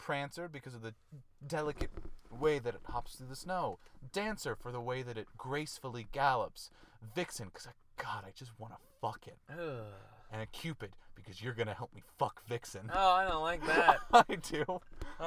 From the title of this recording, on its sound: Christmas Carcast